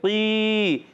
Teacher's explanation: قاف موٹا رہے گا، حرف مستعلیہ میں سے ہے، زبان کی جڑ تالو کے نرم حصے سے قاف ادا ہوتا ہے